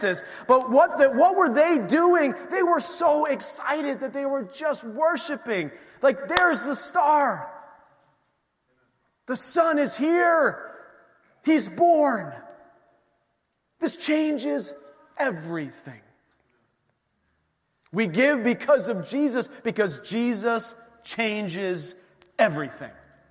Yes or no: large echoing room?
yes